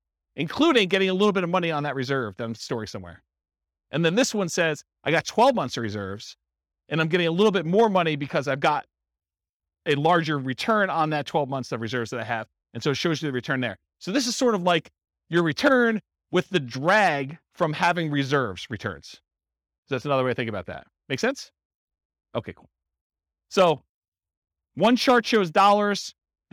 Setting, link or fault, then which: setting, live audience